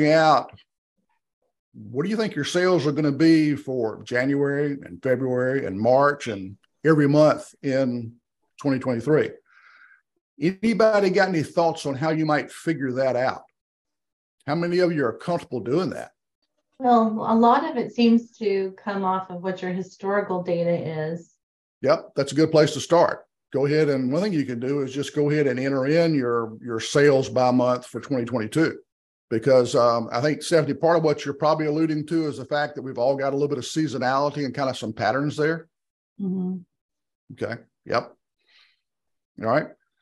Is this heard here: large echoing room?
no